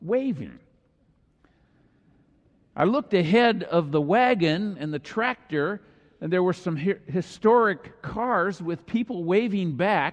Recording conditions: large echoing room